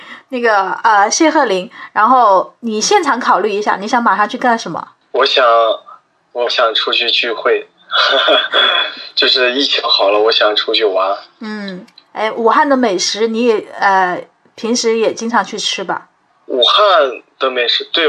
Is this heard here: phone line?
yes